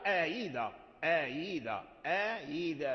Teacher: إذن فنافع يسهل الهمزة الثانية · Term: تسهيل